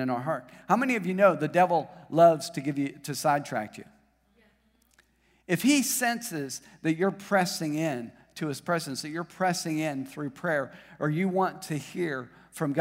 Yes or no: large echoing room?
yes